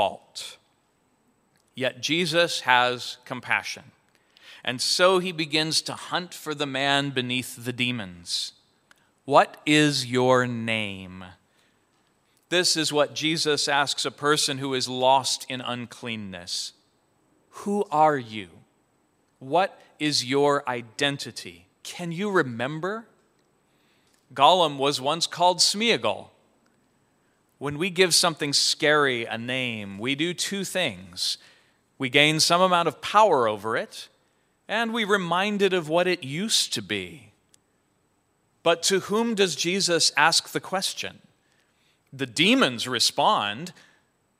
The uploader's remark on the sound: Sermon preached at Church of the Good Shepherd, Federal Way, WA.